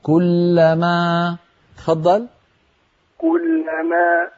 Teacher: إذا قلت كلما ووقفت عليها لا تختمها بهمزة